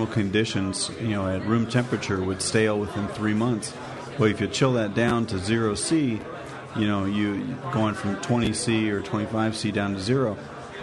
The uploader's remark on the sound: The 2009 national Homebrewers Conference in Oakland. This is a live question and answer show. From the hospitality suite at the conference. Festival attendees and listeners were able to ask the brewing questions they've always wanted answered from our two experts.